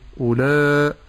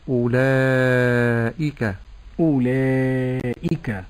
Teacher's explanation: ولا أفخم المد فأقول أولا فهذا خطأ أيضا، ولكن أرقق المد وأحقق كسرة الهمز بعد المد · Shown in: second take · فأقول أولئك.